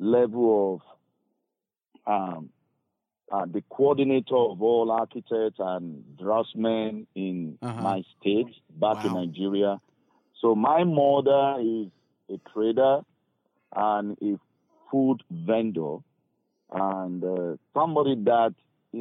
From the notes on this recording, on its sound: took the time to give us a phone call